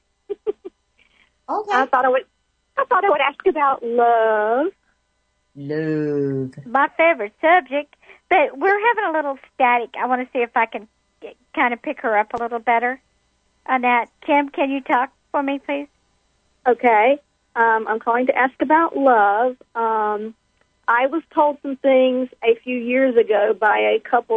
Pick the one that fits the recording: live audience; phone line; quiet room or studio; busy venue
phone line